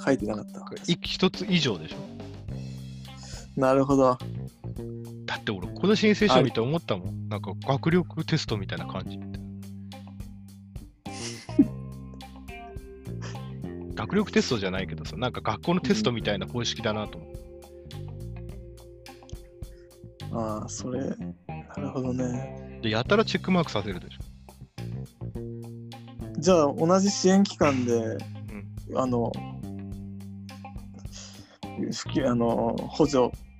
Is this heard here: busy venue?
no